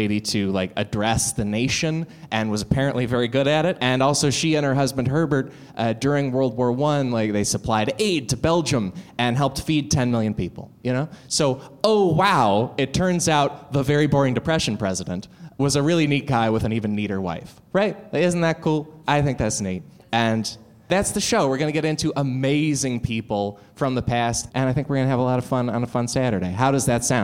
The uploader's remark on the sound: LIVE episode of The Cracked Podcast.